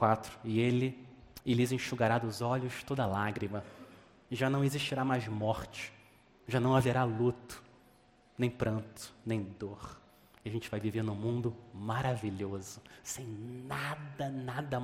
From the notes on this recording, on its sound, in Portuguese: Mensagem gravada na Igreja Batista Jardim Minesota